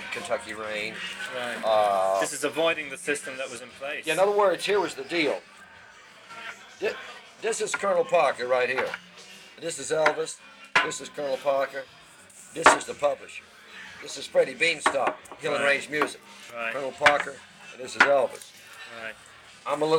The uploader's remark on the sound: this little interview was recorded during my dinner